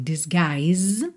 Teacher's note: o U não é pronunciado, esse I é aberto, longo